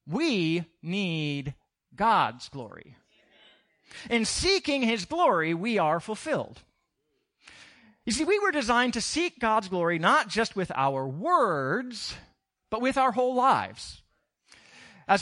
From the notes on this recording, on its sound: Recorded on 2016-06-12 at the 08:30am Service